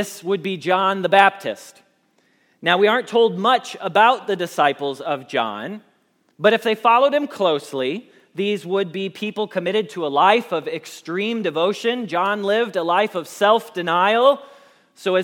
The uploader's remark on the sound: Message Preached at Valley Creek Church